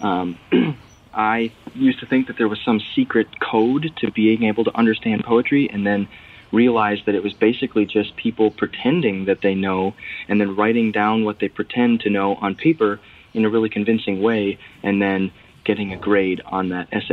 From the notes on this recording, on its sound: A 23 year old listener who called in to us from the Minnesota/North Dakota border.